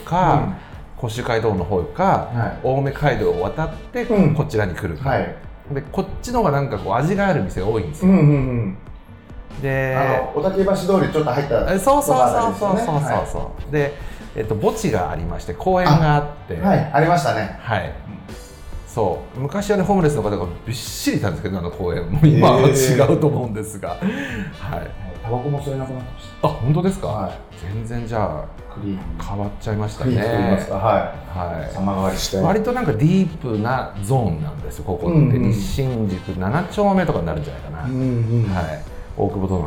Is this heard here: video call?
no